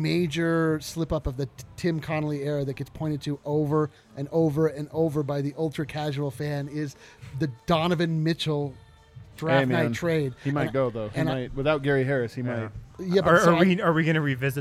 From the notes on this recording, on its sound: The guys are live from the DNVR Bar to break down the game.